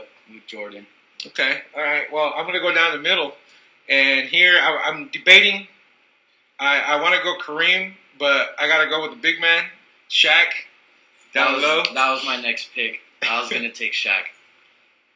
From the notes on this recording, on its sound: sorry for the audio, we are beginners